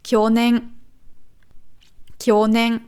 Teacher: Nicht hoch runter, sondern runter hoch.